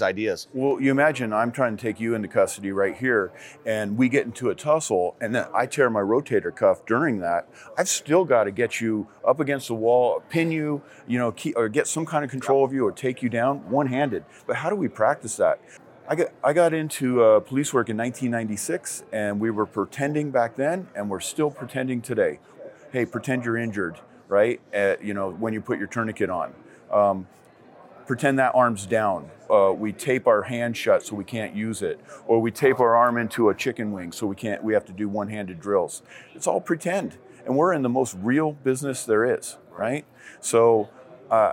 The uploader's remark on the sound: At the 2022 SHOT Show Conference